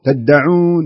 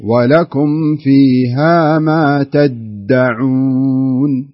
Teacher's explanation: فلا يغلب الترتيل عليك انك تختلس الدال المشددة · Shown in: second take · تقول ولكم فيها ما تدعون تدعون، لا مو صحيح، الصحيح ولكم فيها ما تدعون بهذا الشكل.